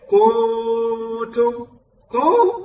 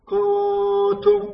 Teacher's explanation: كذلك في قوله تعالى كنتم، الكاف مضمومة، بعضهم يمد الضمة ويجعلها واو · Shown in: first take · يقرأ هذا كنتم كو، لا ما يصح كو، لا هو ليس كو، هو ضمة كنتم، هكذا تقرأ.